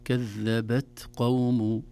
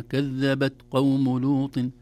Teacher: أولها الهمس في حرف التاء الساكنة، كذبت قوم. أحيانا لو ضعف الهمس في حرف التاء لا تظهر التاء أبدا · Shown in: first take · لو قلنا كذبت قوم لوط لن تظهر التاء أبدا.